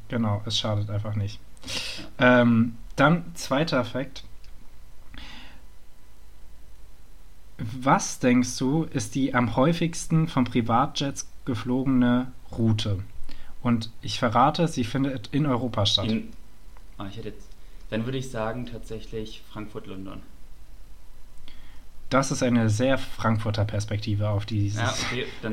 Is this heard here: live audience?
no